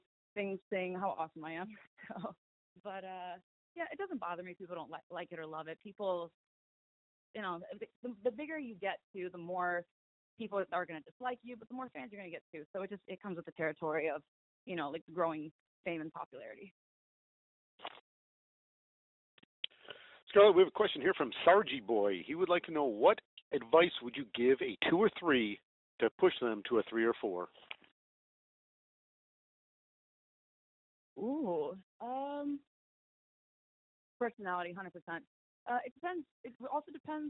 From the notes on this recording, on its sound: Media Teleconference Interview